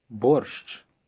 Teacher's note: Most Ukrainians do not pronounce the sh at the end of this word too distinctly.